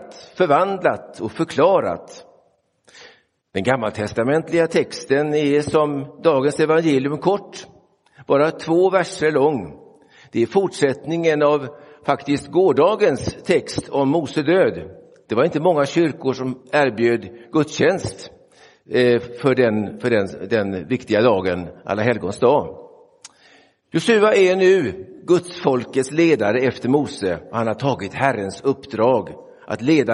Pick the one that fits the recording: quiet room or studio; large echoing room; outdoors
large echoing room